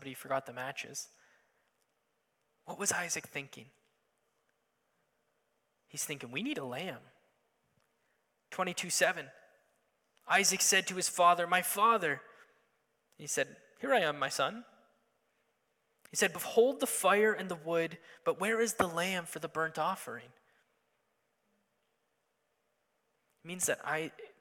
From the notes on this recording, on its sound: Sunday Morning Service